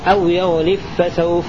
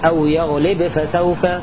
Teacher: قرأ خلاد والكسائي وأبو عمرو المرموز لهم بالقاف من قد والراء من رسى والحاء من حميدا بإدغام الباء المجزومة في الفاء · Shown in: first take